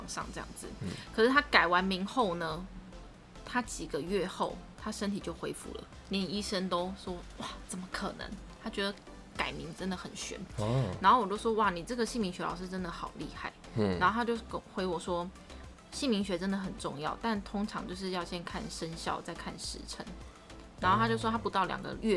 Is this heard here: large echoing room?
no